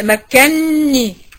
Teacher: عندي زيها بقى مكنني، مكانني كانت نونين، نون مفتوحة ونون مكسورة، مكانني بتتنطق مكنني بالتشديد، بسكن الأولانية وبضغمها في الثانية وبنطقها واحدة نون واحدة مشددة